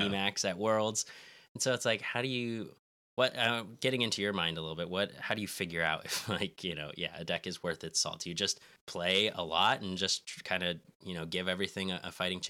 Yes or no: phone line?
no